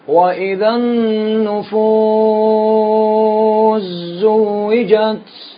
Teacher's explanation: والسين تدغم في الزاي